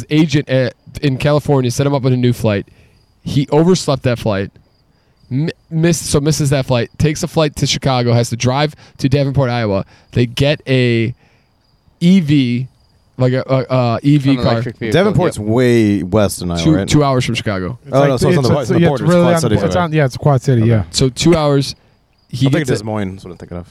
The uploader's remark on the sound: A beautiful Saturday under the stars. The boys enjoy a nice pregame outside while enjoying espresso martinis and craft beer.